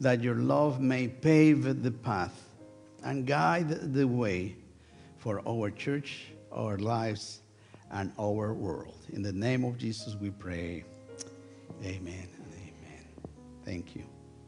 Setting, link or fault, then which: setting, large echoing room